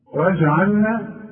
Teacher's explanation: الجيم تعطش في القرآن وتقلقل ما دام عليها السكون